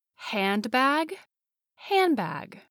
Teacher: The sound becomes m, a combination of a nasal sound and the labial sound. The d sound is then dropped.